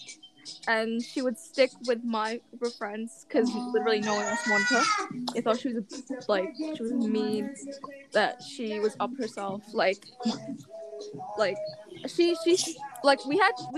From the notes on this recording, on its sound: the background noises are coming